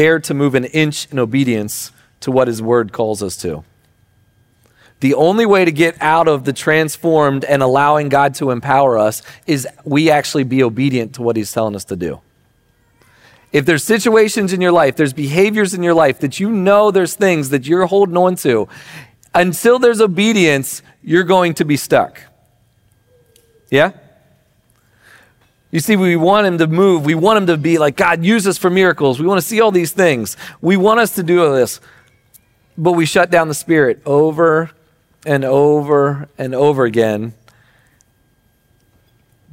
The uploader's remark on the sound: Recording of Sunday gathering on September 3rd, 2023.